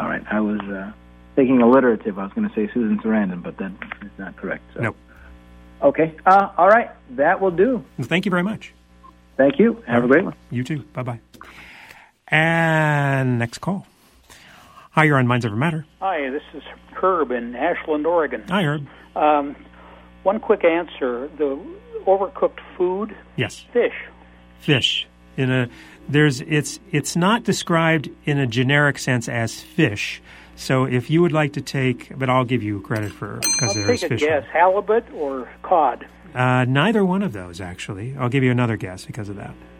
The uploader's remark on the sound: Comes in solo for this show and takes phone calls from listeners.